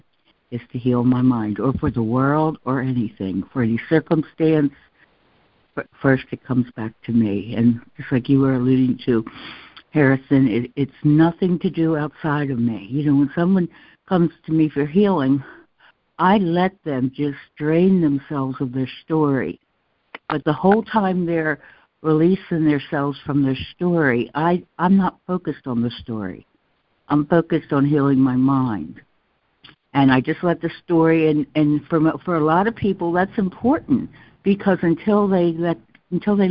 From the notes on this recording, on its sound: ACIM Daily Conference Call.